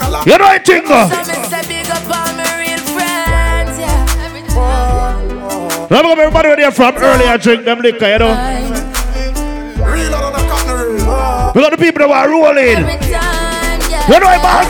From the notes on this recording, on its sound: LIVE AT GALLIS WEDNESDAYS.